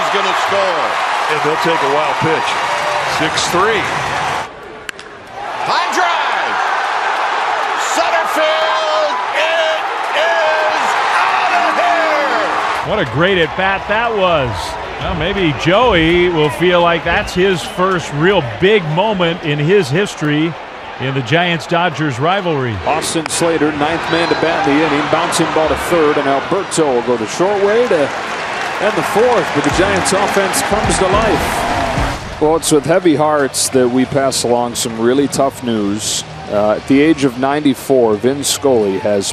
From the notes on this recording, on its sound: LIVE from Oracle Park in San Francisco